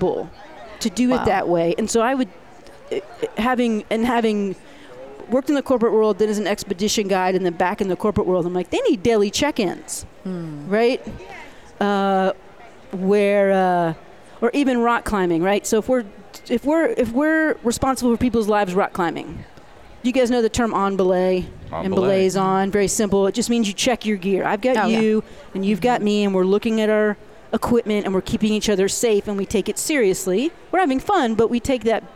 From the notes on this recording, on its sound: The VoiceAmerica Live events team. Live from day 2 at the event in Long Beach California.